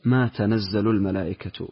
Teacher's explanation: بفتح التاء والنون والزاي مشددة والملائكة بالرفع